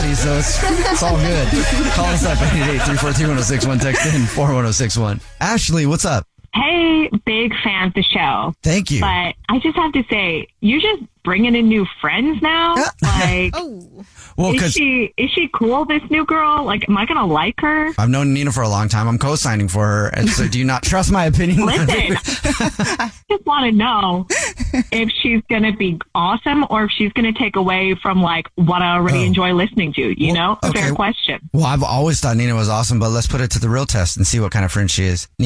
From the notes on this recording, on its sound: Calls a listeners wife for todays Phone Prank. There is a listener on the phone.